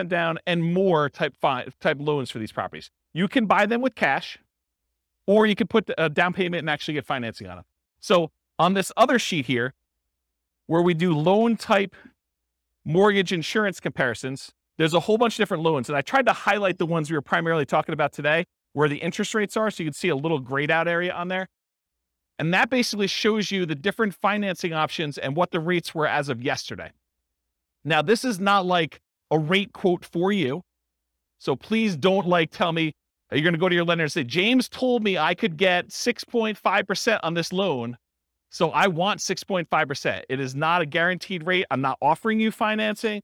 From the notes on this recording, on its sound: This was a live class recorded